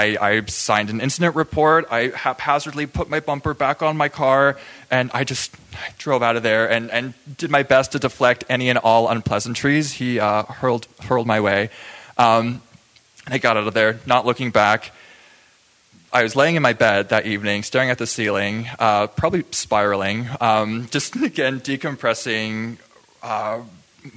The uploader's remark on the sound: Taken from our June 2023 Live Story Share. Stories Recorded Live. At New Prospect Theatre. At Champion Street Sound Studios.